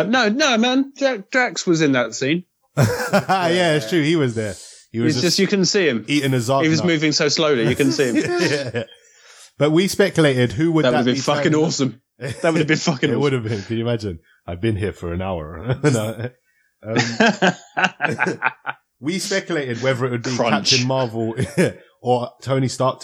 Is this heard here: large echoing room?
no